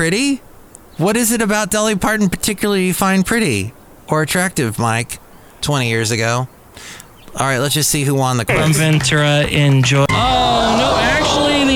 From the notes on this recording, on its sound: Podcast live from Cafe Anyway.